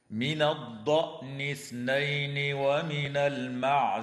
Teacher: يراعى إسكان العين في كلمة المعز في رواية حفص